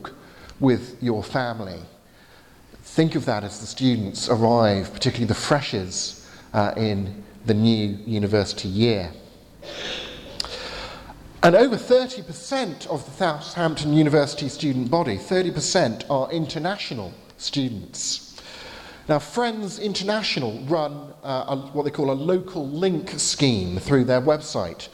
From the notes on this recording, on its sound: from the 11:15 service at Highfield Church, Southampton, delivered on Sunday 21st July 2019